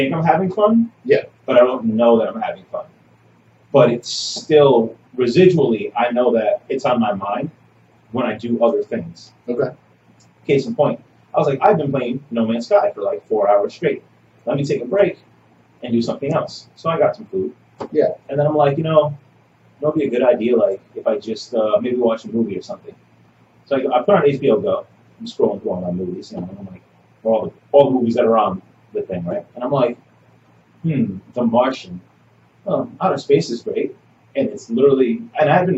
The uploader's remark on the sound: Audio is a little off, I'm sorry - I fixed it the best I could